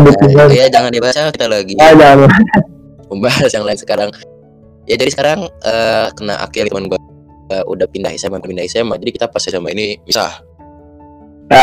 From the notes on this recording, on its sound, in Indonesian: maaf banget sound kami masih tidak layak